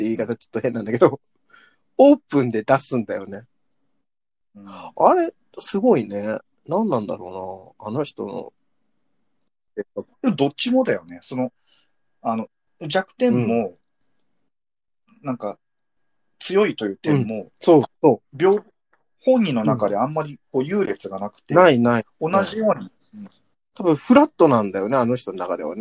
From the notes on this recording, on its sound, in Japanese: 最初だけなんかちょっとずれてる。。ZOOM収録です。